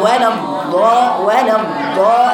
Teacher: الضاد مشدده وعمل فيها استطاله، تحرك اللسان للامام